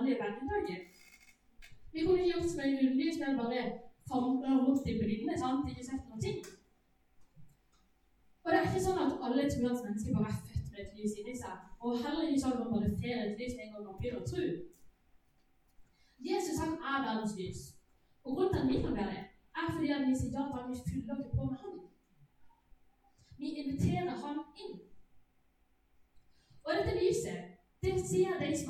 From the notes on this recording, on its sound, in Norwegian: Beklager, dårlig lydkvalitet.